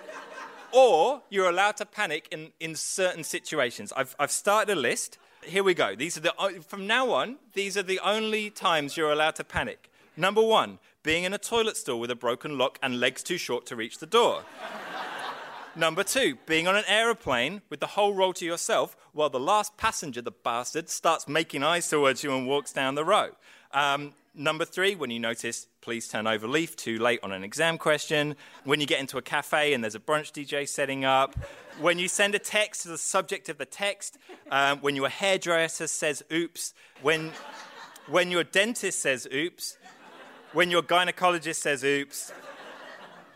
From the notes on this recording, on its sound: Sci-Fight hits Kalaide Theatre for this special National Sustainable Living Festival event!